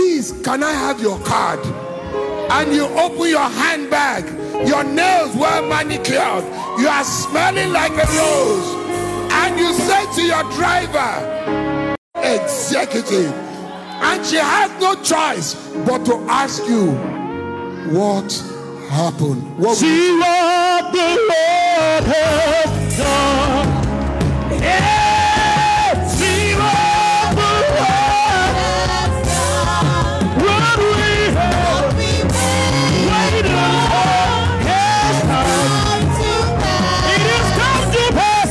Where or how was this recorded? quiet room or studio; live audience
live audience